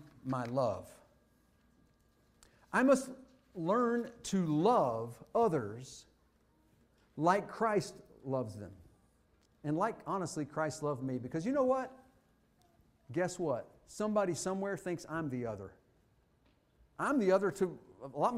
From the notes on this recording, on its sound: Fuquay-Varina church of Christ sermon audio.